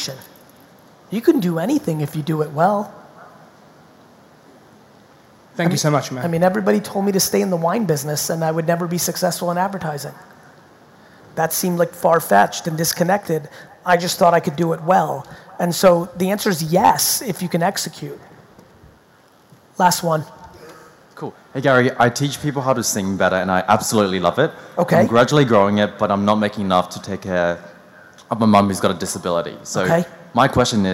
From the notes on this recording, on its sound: Sydney 2019 Keynote. My recent keynote from my trip to Sydney.